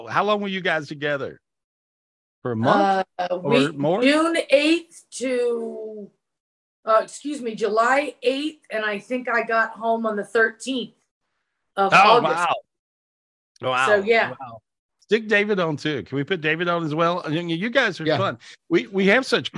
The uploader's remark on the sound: This was recorded LIVE on Zoom